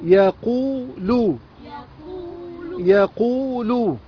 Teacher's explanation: طيب ادي حرف المد الواو، حرف المد الواو ليس عليه شيء وقبله حرف ايه؟ مضموم. يبقى اسمه واو مد طبيعي حركتان